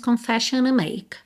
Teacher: é muito comum em inglês, principalmente no inglês americano, que quando a gente tem a seguinte combinação de letras, N, T e uma vogal, seja dentro de uma mesma palavra, seja juntando duas palavras diferentes, que esse T suma.